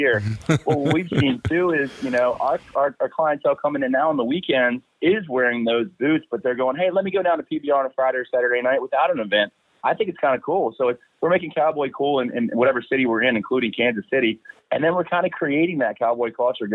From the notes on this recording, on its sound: for a quick phone call